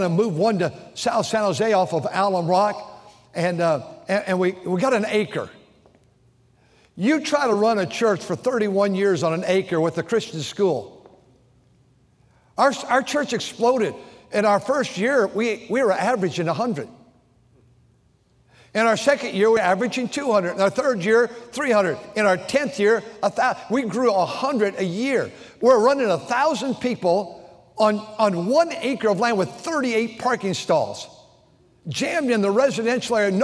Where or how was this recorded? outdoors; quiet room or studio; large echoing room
large echoing room